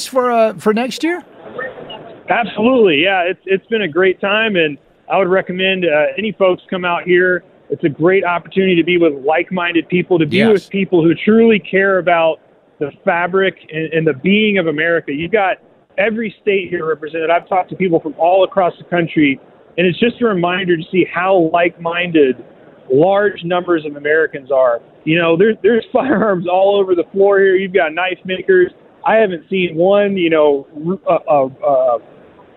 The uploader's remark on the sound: Live From The Shot Show In Las Vegas